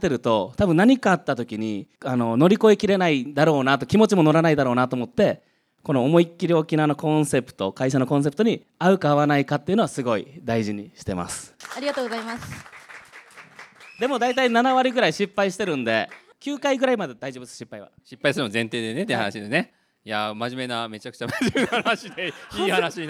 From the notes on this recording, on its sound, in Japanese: 公開収録として行われた爆笑トークの模様をお送りします。